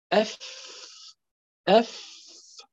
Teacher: تخرج بالتصادم، مثال الأف بتصادم بطن الشفة السفلى مع الطرف الثنيتين العليين